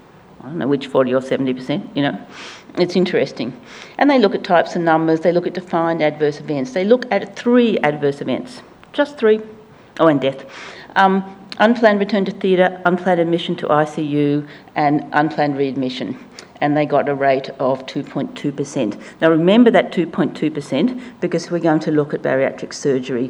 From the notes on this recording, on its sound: Melbourne. In this Policy Pitch event, a panel of experts discussed how to improve the soundness, relevance, accessibility and understanding of health data.